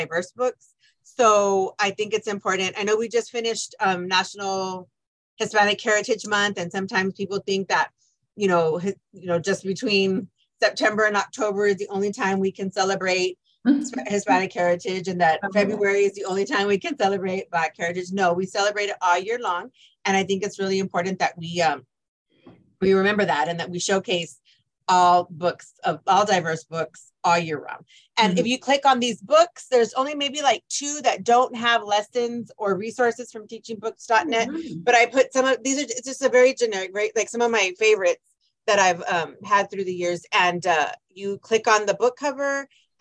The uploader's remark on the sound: This podcast is a recording from a Zoom event held with high school librarian.